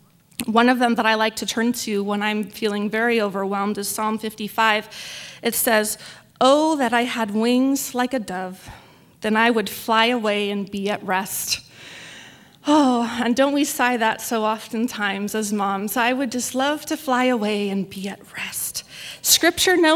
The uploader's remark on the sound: This message was recorded in front of a live audience at the 2016 Birth Choice of Temecula Baby Shower event hosted by Rancho Community Church in Temecula, CA.